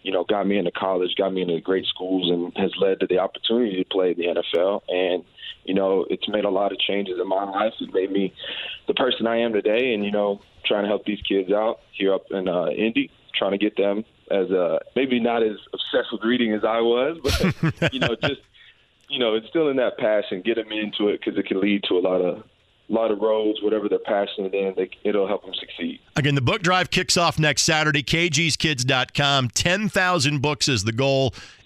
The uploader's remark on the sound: taking a phone call